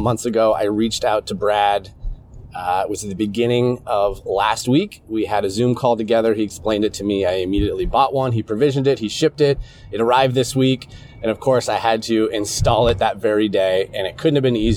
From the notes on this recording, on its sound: I'm in my truck right now driving to my office. Audio diary today. I'm running an experiment right now because I have a brand new wireless laier microphone that I got on Amazon. This unit has two mics. This is going to be an experiment, uh, just to see if the audio quality is good enough in the truck. The Audiotechnica ATR2100 is connected to USB to Lightning.